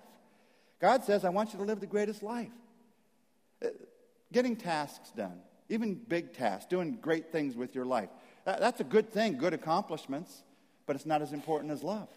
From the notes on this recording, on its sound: message at Saddleback Church